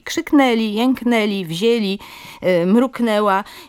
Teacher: samogłoski nosowe powinny być wymówione po prostu jako samogłoski ustne, czyli krzyknęli, jęknęli, wzięli, mruknęła i to jest wymowa staranna, wzorcowa.